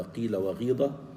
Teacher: يعني الكسره نشمها صوت الضم، الكسره نشمها صوت الضم، فهذا يسمع، هذا له اثر مسموع. · Term: إشمام حركة بحركة